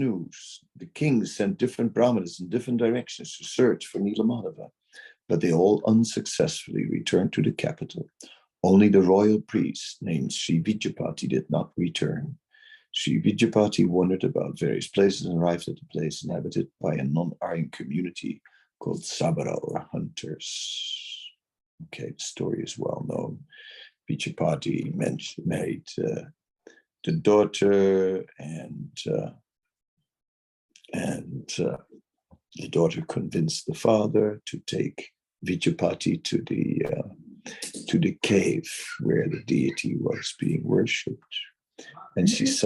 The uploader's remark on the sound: Zoom Meeting